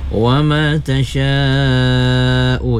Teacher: wa ma tasya'u, itu mat wajib, mesti lima harakat ya